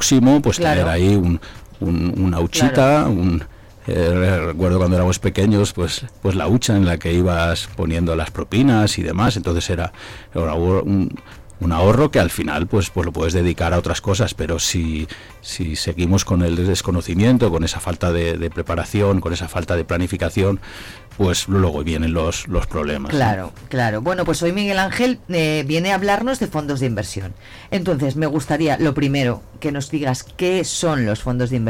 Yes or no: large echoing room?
no